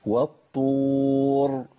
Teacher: مطلوب مني ان انا ابين الراء، والراء هنا مفخمه